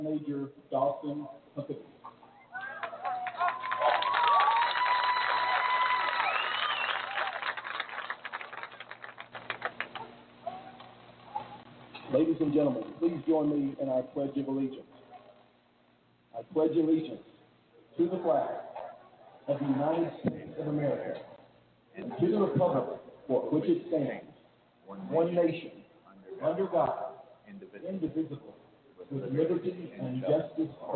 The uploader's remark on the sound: Live Play-by-Play LIVE from HBJ Stadium